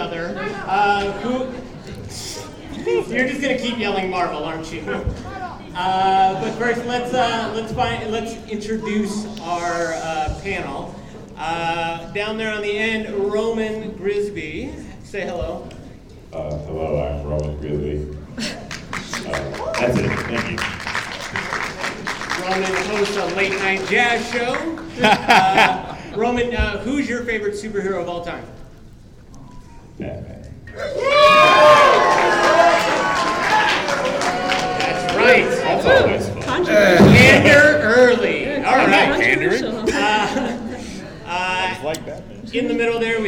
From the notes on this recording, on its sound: Phoenix Fan Fusion. We let the audience decide!